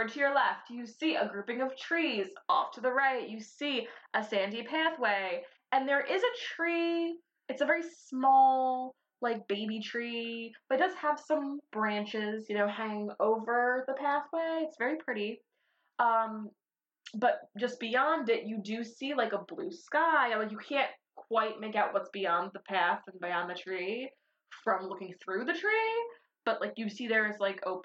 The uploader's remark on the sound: The Shitty Audio Episode